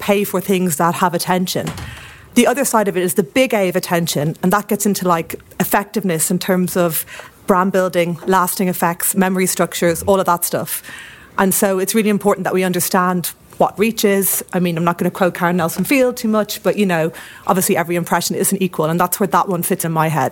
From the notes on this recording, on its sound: Attention Special: LIVE at The Last Thursday Club. Recorded at IAB UK HQ in front of an audience of members at our second Last Thursday Club.